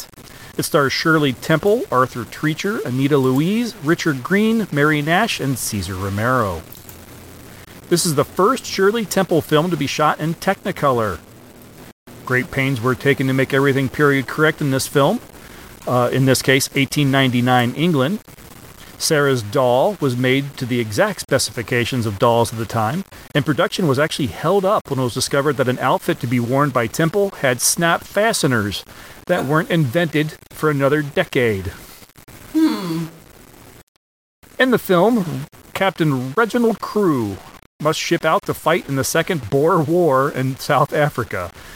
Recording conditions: poor sound quality